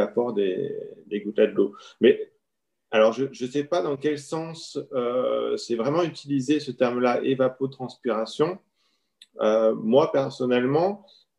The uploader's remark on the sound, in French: En visio.